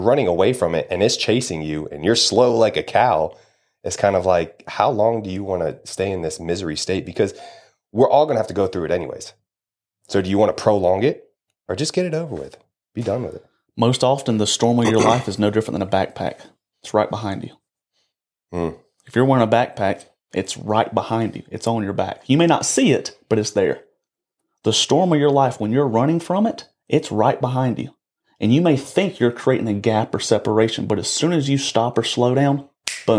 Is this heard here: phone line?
no